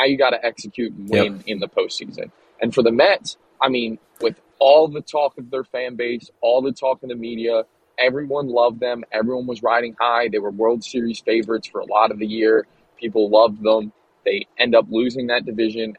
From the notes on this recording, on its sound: Coming live from the Honda Accord.